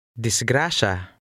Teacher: the S-Y letter combination sounds like sh in conversational Tagalog.